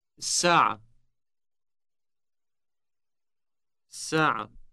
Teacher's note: Note that the initial S sound is elongated. · Term: long S